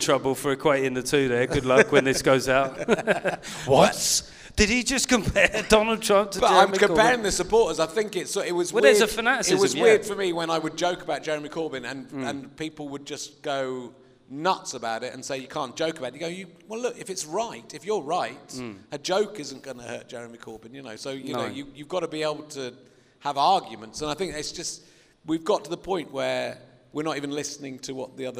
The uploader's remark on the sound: Back on stage in front of an actual audience at the wonderful Clapham Grand.